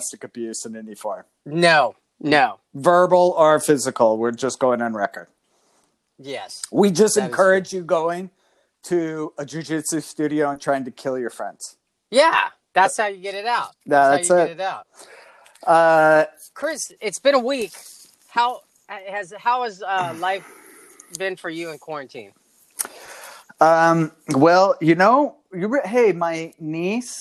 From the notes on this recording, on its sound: This time their audio is better because they’re using headsets. Had a great idea to record in his car. They had to re-record the first segment four times because people kept interrupting him while recording.